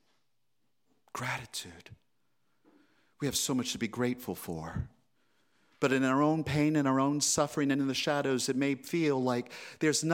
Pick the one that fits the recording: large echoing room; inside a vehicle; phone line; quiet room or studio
large echoing room